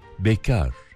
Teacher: bekarda K sesi ince, A sesi uzun okunuyor. Bekar. Daha çok evli kişilerin söylediğini sandığım bir atasözümüz vardır.